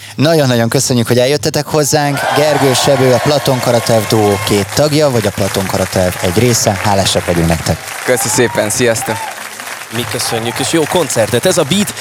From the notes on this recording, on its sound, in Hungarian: A Beat rádió kitelepült a 2021-es Művészetek Völgye Összművészeti Fesztiválra. Sok-sok fesztiválozóval.